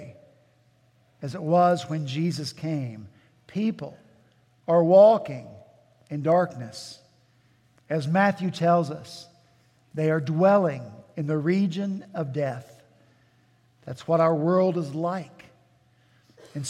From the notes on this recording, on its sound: At Redeemer Presbyterian Church in Charleston, SC